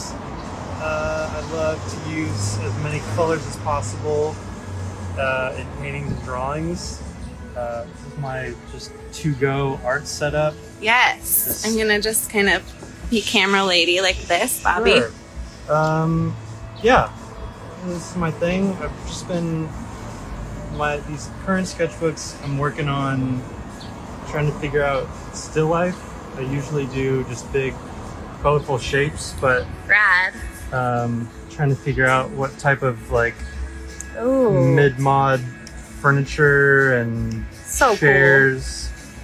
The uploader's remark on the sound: This episode is a wonderful and extemporaneous gathering of artists; all thanks to the sun shining in Portland while sitting outside of a coffee shop.